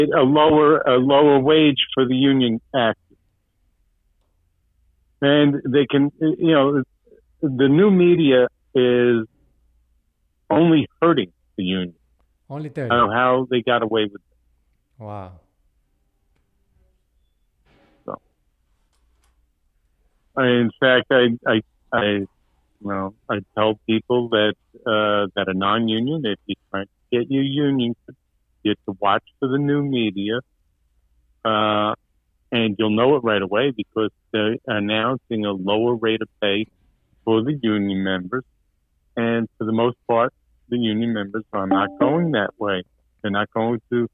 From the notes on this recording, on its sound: On this episode we had the opportunity to speak over the phone with Mr.